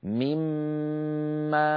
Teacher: صار النطق بميم مشددة لأن النون قد تحولت إلى ميم، فصار عندي ميم ساكنة وميم متحركة، فأدغمنا الميم في الميم